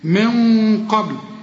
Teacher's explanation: هنا بقى الغنة بقى ايه مفخمة، ليه القف مفخمة، شوف من بتخرج من الخيشوم هنا، من قبل، الباء هنا